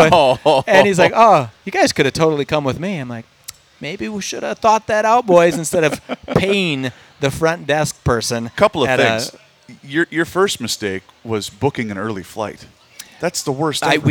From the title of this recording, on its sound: Our first show from the Minnesota State Fair in two years!!